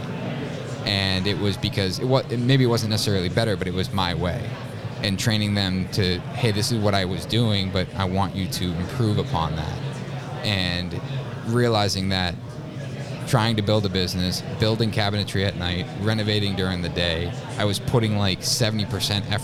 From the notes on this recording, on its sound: LIVE from Buildertrend University.